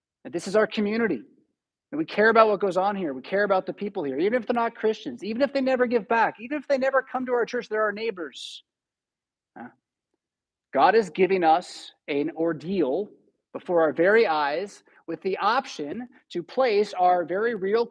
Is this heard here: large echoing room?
yes